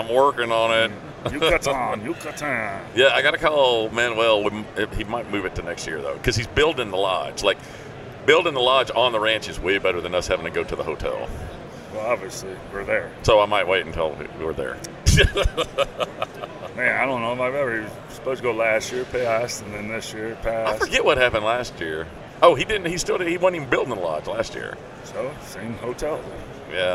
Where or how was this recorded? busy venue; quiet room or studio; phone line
busy venue